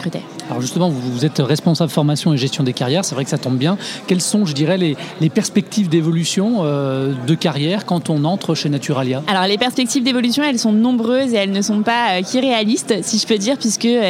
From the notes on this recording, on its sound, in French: Jobradio est en direct du Précatelan pour la journée RH by LesBigBoss.